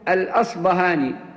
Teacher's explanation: والأصفهاني ابن خيرون هذا نسبة إلى أصفهان التي هي بلد أصله، وربما جاءت في بعض الكتب الأصبهاني، وهذا جائز وهذا جائز، لأن الباء المهموسة التي هي تعرف بالباء الفارسية كما هي في اللغات الأوروبية، العرب يتصرفون فيها بإبدالها إما باء مجهورة كما في الأصبهاني أو فاء. وبعض أهل العلم ينسبون إبدالها باء إلى أهل المغرب، وإبدالها فاء عند المشارقة.